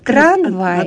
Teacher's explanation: «М» – губно-губной звук, а «в» – губно-зубной. И сказать сразу два губных звука очень трудно. · Term: расподобление